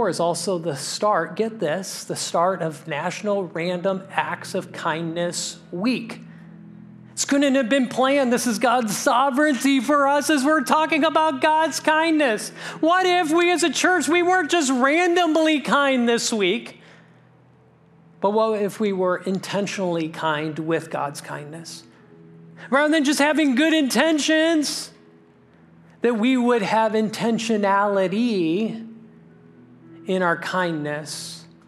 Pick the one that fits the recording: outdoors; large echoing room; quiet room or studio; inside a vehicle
large echoing room